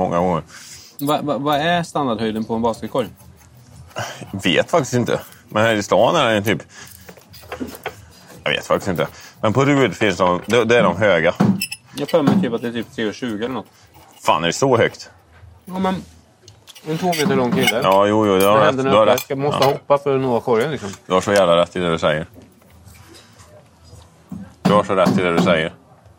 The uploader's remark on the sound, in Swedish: Specialavsnitt på Olssons Bazar. Med pizza & några bärs. Vi ber om ursäkt för ljudet men det är svårt att kontrollera allt som händer runt omkring oss i en restaurangmiljö.